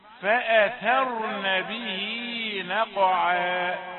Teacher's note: الاحتراز من تفخيم الحروف الثلاثة التي قبل الراء